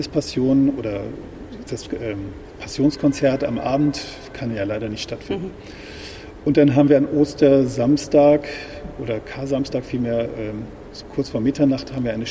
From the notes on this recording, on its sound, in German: Diese Folge haben wir live aufgenommen in der Hauptkirche St. Michaelis, besser bekannt als der Hamburger Michel. Er lässt uns live hören, was die 5 Michel-Orgeln alles so drauf haben.